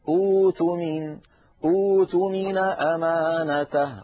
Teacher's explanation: فنضطر أن نحول الهمزة الساكنة إلى واو